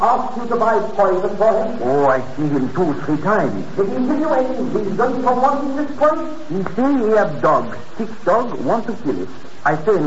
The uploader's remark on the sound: Audio is a bit mushy, but all the shows from this series seem to be less than clear.